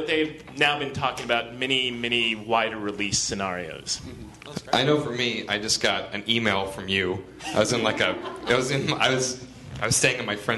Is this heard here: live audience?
yes